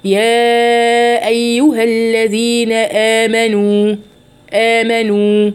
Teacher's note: طب لو وقفت عليها، لو قلت يا أيها الذين آمنوا هجيبها مد طبيعي فقط حركتين